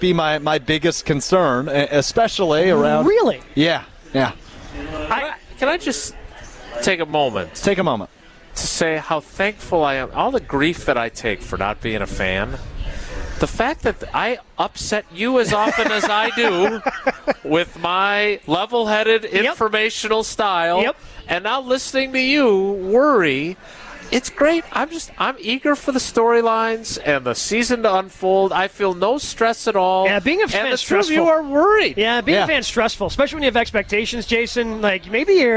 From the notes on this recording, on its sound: live from Summerfest